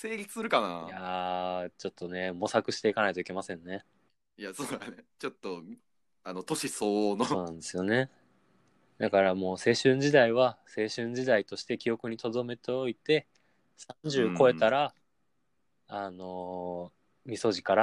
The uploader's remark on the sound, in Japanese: 収録場所が番組名になってるにもかかわらず、今回から暫くはリモート収録でお送りさせて頂きます！